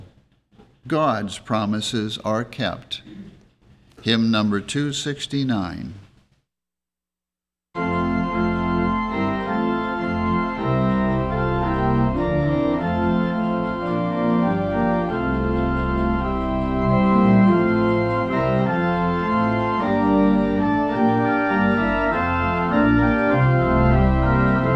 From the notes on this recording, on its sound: The Sunday service audio